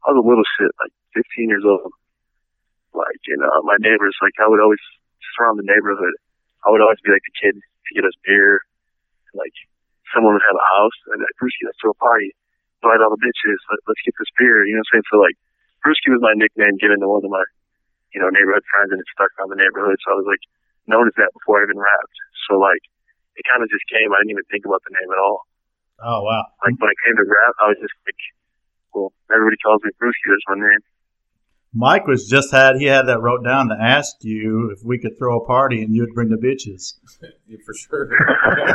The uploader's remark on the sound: on the phone